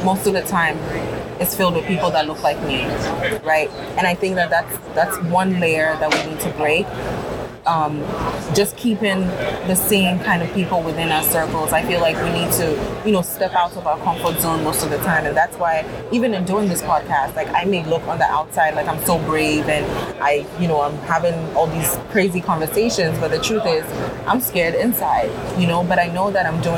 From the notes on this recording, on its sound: Live at ANTEC® 2022.